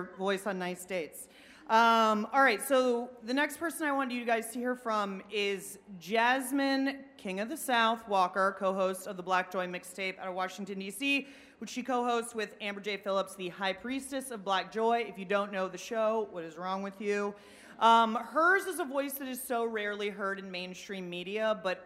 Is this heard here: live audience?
yes